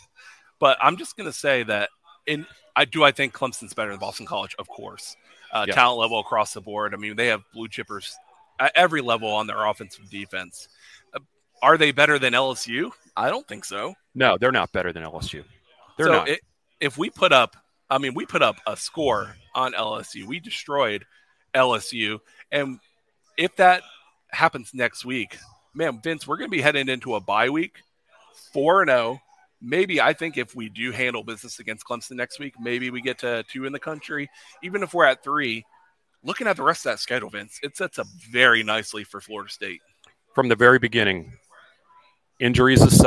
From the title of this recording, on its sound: Live from Fishweir Brewing Company